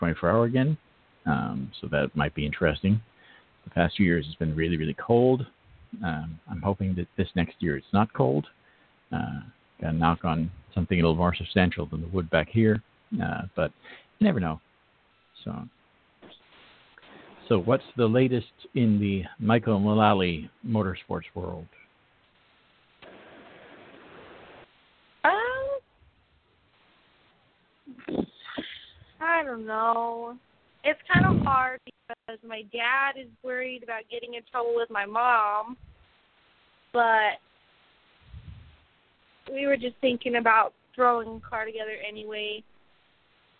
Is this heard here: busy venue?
no